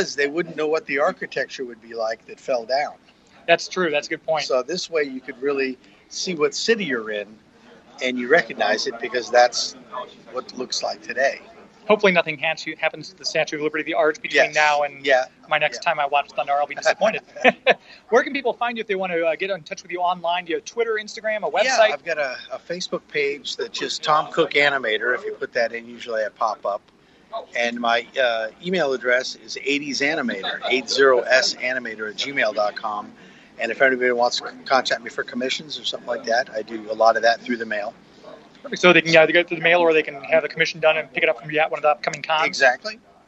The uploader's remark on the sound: Our 3rd annual broadcast LIVE from Superman Celebration!